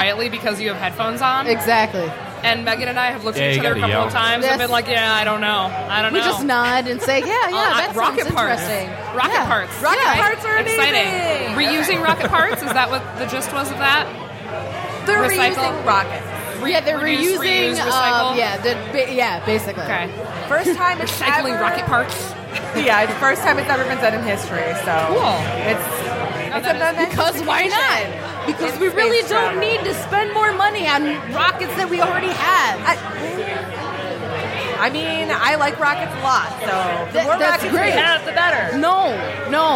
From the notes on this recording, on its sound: Live from Falling Down Beer Company